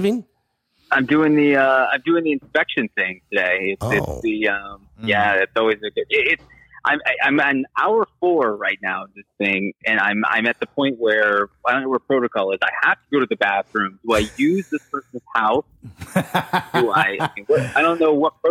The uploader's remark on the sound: Candid Phone calls